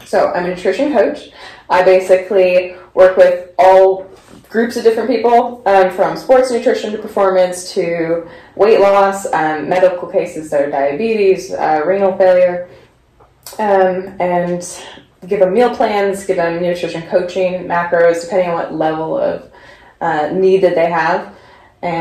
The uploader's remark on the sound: We had some trouble with the audio recording on this episode.